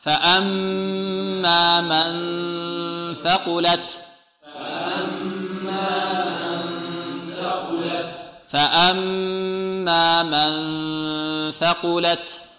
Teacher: ولذلك ننتقل من الميم إلى مخرج الثاء. من أين تخرج الثاء؟ من طرف اللسان مع طرف الثنايا العليا